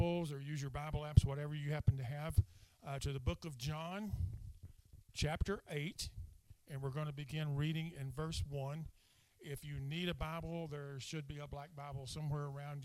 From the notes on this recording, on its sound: speaking at Soma Community Church in Jefferson City, MO on 30 April 2023